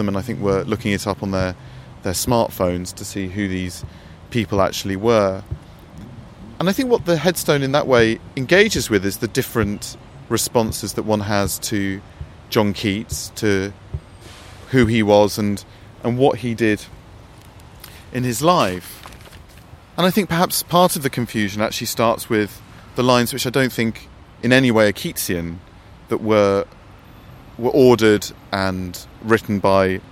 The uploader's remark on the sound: Recorded in Rome’s Cimitero Acattolico. Recorded in 2014 beside the grave of John Keats.